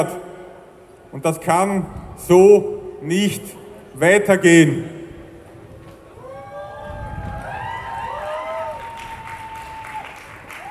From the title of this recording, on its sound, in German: O-Ton] Großdemo gegen die Lobau-Autobahn am 2. Juli 2021 in Wien